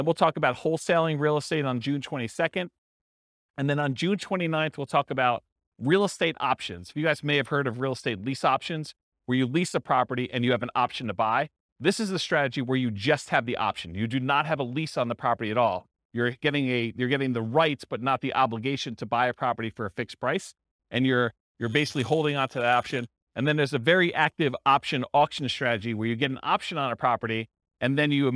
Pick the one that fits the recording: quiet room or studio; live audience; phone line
live audience